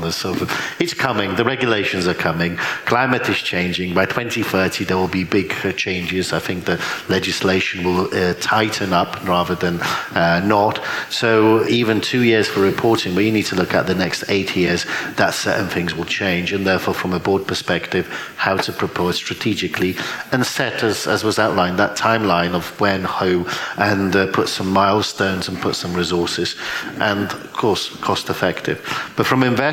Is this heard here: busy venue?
yes